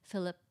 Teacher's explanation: I'm going to put an extra plosive on the last P.